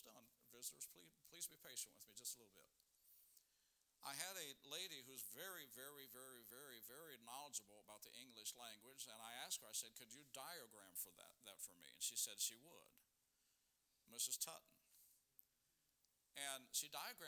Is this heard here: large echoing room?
yes